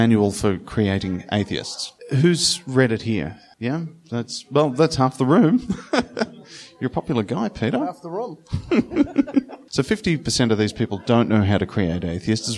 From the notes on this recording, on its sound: In front of a live audience in Sydney.